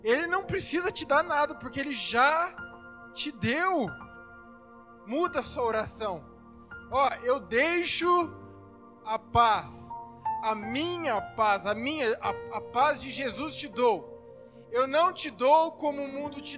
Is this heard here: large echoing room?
yes